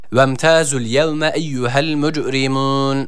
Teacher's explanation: Yani burada T harfini bir elif miktarı uzatıyoruz.